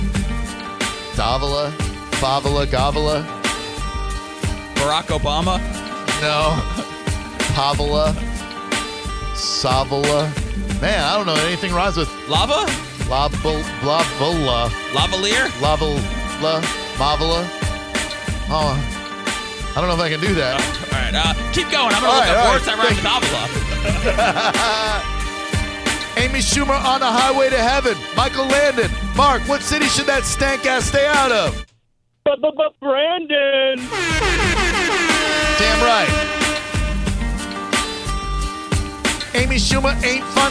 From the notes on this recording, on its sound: We had to call her about it! Live Clip of the Day.